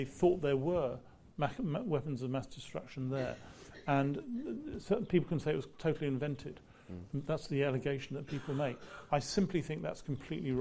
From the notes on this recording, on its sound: Recorded live at the St James Theatre.